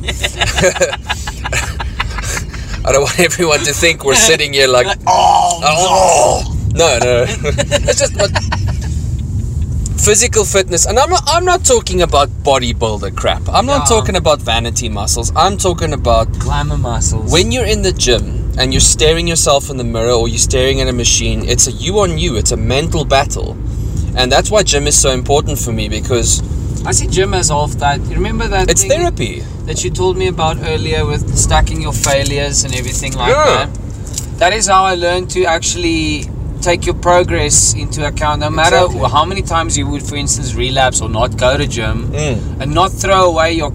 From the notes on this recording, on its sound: To experience the gloomy rainy Pretoria. This podcast was recorded in my car please excuse the rain and sound effects. We are on the go impromptu guys!